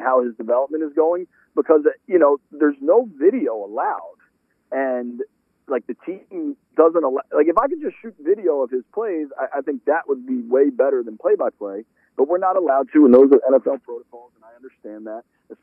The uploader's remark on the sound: called in from Ashburn